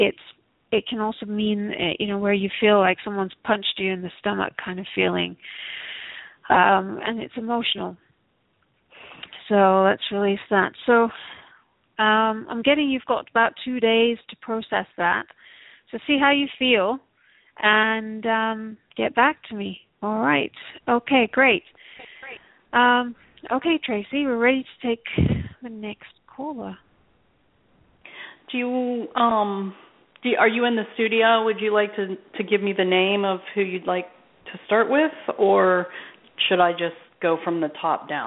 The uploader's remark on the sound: Takes your calls for healing live today!